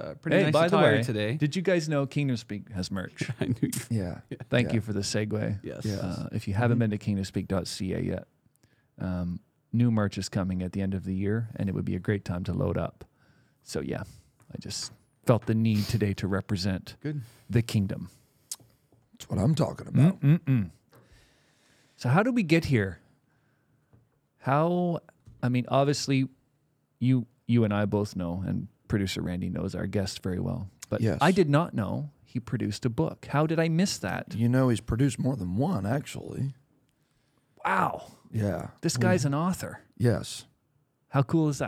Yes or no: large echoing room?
no